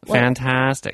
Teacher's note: She has a vocal fry.